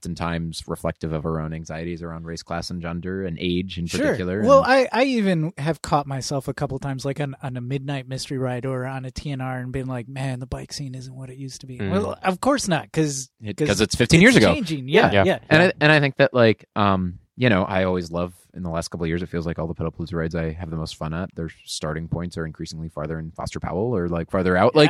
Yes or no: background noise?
no